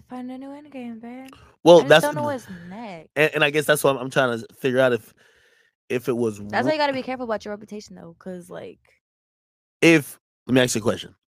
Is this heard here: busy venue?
no